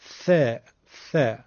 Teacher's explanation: ما در فارسی سه نقطه رو هم سین میگیم، اما عرب ها ثا رو با نوک زبونشون میگن ث، ث، نوک زبون رو به دندوناشون میچسبونن میگن ث. و نکته ظریفش این استش که حرف ثا از نوک زبان هست، حجمش هم کمه، رقیقه.